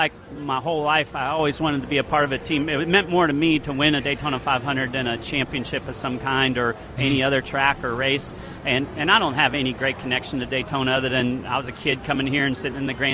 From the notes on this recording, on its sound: live at the Daytona International Speedway